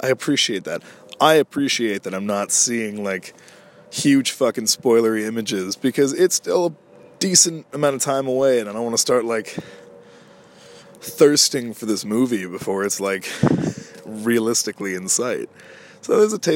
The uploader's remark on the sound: Out in the cold. Today I took things to nature to do another outdoor recording, so apologies for any noises/audio quality because of that. I can definitely see why relaxing in a park is more enjoyable in the breezy Summer weather than the frozen winds of Winter.